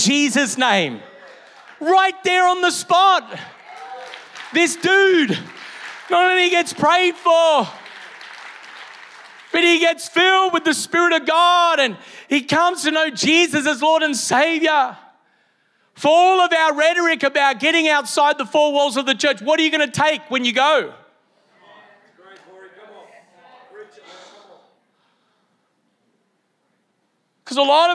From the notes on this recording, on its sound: Originally Recorded at Neuma Church Melbourne City